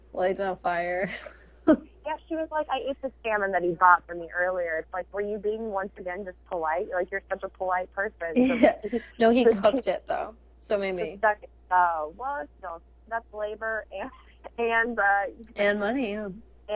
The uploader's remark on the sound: the quality of the phone call is mediocre at best!